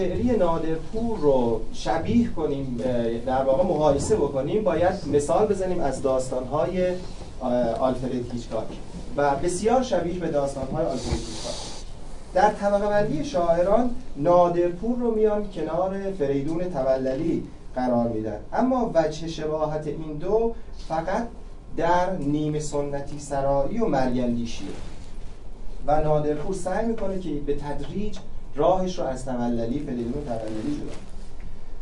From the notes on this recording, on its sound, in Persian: همراهیِ تکتک #مخاطبان حاضر در اجرای زنده. در مجتمع کتاب #شهر_کاغذی شیراز.